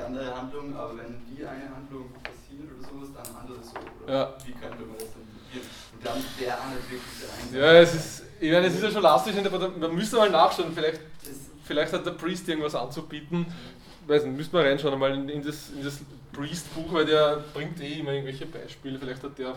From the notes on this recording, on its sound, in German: Diese Vorlesung wurde von Studierenden aufgenommen